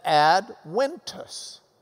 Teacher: Adventus, in Latin, the V was pronounced as a W.